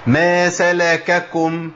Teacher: محتاج ان انا امكن لحركه الفتح في الكاف عشان ما تضغمش مني · Term: تكرير الكاف